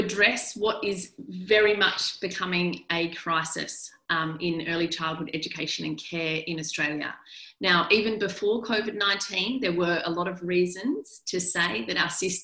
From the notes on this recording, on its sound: the audio from an online Town Hall Meeting conducted by parent advocacy group The Parenthood